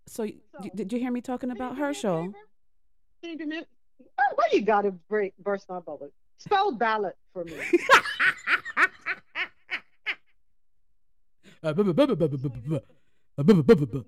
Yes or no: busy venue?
no